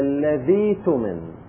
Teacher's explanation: الهمزة مع الذال المكسورة، قلبنا الهمزة إلى ياء